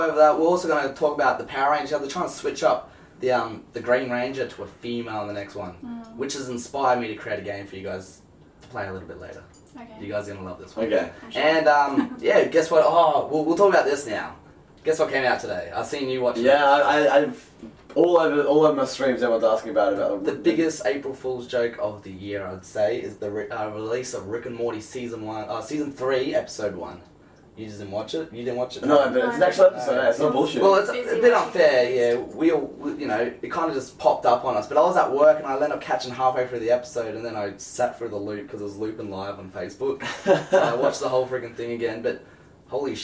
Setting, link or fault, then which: fault, poor microphone